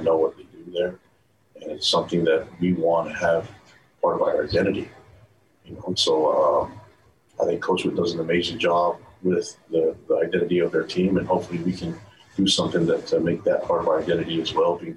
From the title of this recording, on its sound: Postgame Press Conference